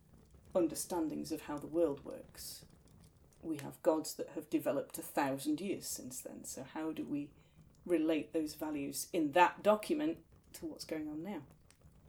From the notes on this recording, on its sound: Background fire ambience